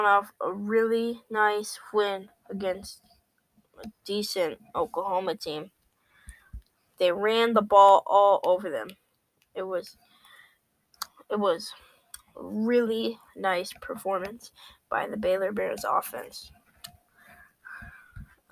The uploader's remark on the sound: Sorry for the mic quality I don't have enough money for a nice expensive mic.